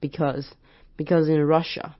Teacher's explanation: o 是轻音，就是不用特别 raw 或是 raw，就是它是一个轻轻的 romanticsoul，就是说浪漫的灵魂。然后 soul 记得那个 l 的音，所以舌头要顶上去，soul， romanticsoul， because inRussia。然后 because 就是把有点像是把后面那个 au 变成 a 的音轻音 because 然后 s 变成有点像 z 的音